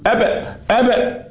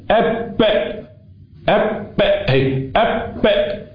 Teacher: في حبس صوت في حبس نفس، هو ده اللي هيفصل الشفتين في نبرة قوية في هزة